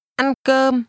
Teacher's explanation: Did you pronounce the two mid-level tones at the same pitch?